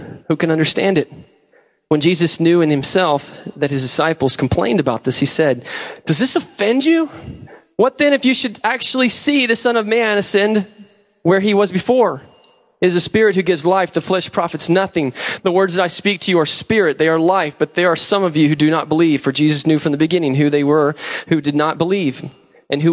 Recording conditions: large echoing room